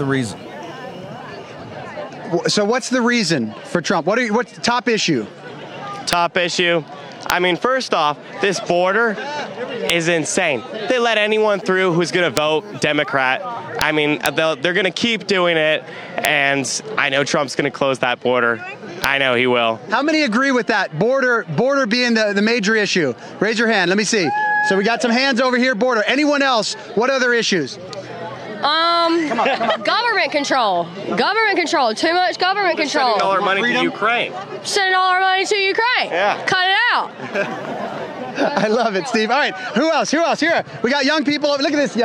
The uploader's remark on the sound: Live Coverage From Coastal Carolina … Rally